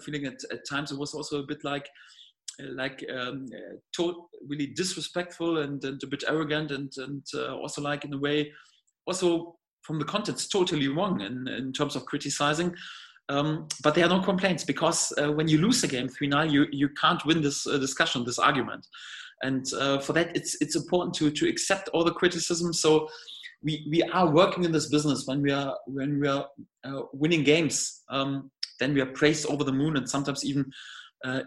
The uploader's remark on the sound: Video conference with the media.